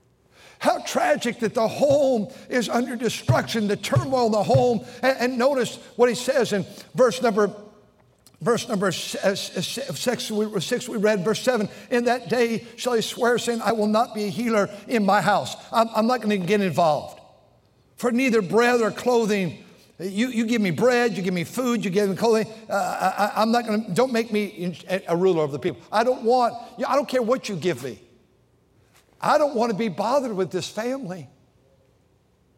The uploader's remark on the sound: during the Sunday Morning service on June 18, 2023, at North Valley Baptist Church in Santa Clara, California